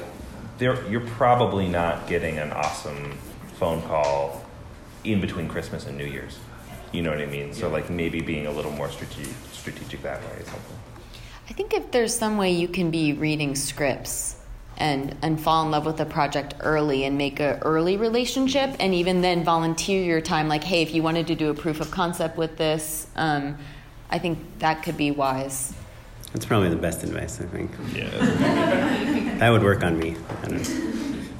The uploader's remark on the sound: Bonus Audience Q &. Here's the Q&A from our live show 2018 winter live show.